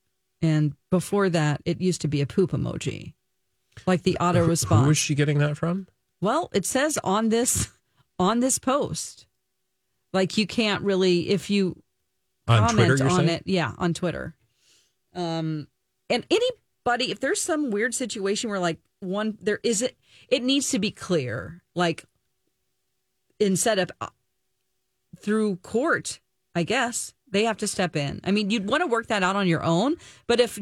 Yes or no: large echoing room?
no